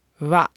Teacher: you're hearing me breathe out through my nose at the end, and that is a part of pronouncing this word with the T end